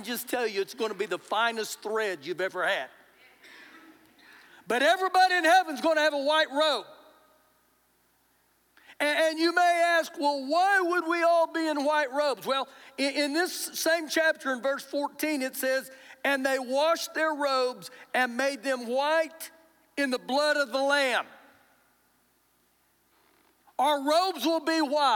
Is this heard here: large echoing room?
yes